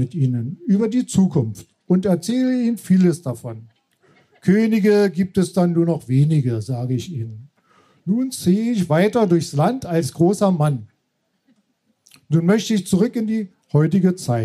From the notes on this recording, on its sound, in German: Unserer Show vom 9.8.2022 im Kulturhaus Insel der Jugend, Berlin. Heißen Dank an das Kulturhaus Insel, unser tolles Publikum.